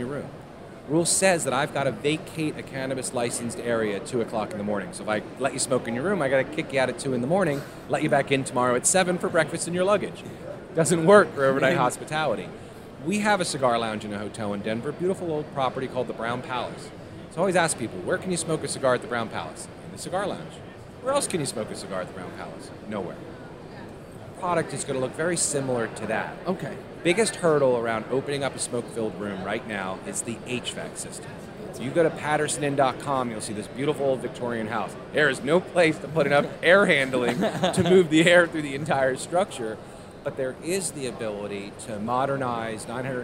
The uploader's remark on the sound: Quick note, this interview was recorded on the floor of the sprawling and super impressive Las Vegas Convention Center during MJBizCon 2022, so some parts may sound slightly scratchy.